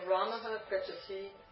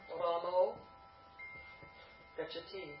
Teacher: the a plus visarga goes to o